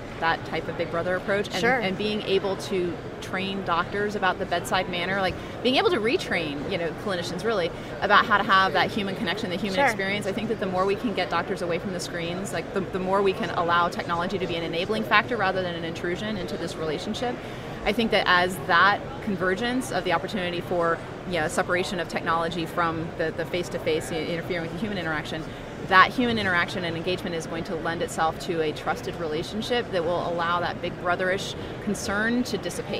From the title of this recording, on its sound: Live from #HiMSS17